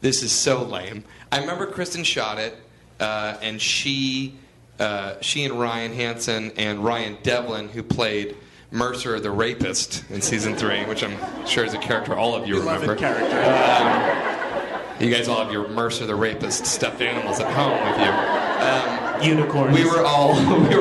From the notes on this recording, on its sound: Live from ATX Television Festival. Recorded at the Stephen F.